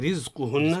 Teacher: الراء مرققة لأنها متحركة بالكسر